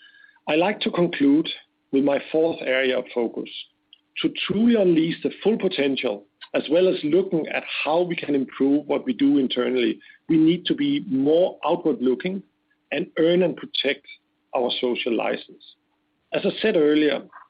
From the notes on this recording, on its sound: conference call